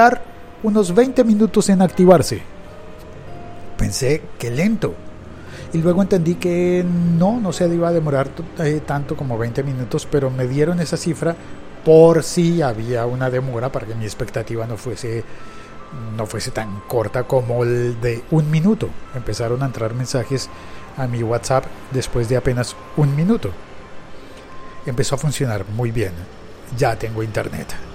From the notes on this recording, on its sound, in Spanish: grabo este episodio en directo desde Gran Vía, en Madrid, España.